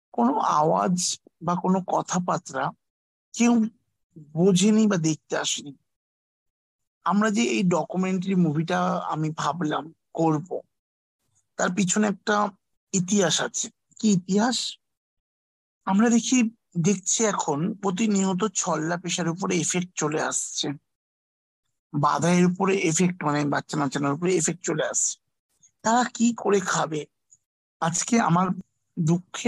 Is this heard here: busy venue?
no